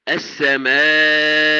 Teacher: يأتي بالغنة وستر النون في الكاف مباشرة، ولا بيأتي بياء قبلها